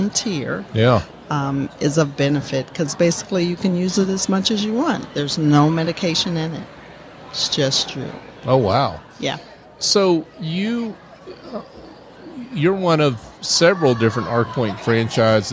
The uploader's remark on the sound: LIVE from SOAHR 2023